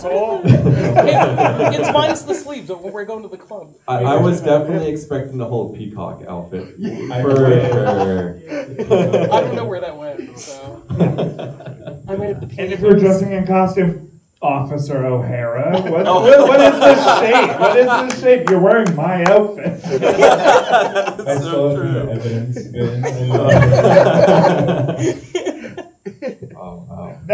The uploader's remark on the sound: Live Event. Live Recording At Cinema Salem!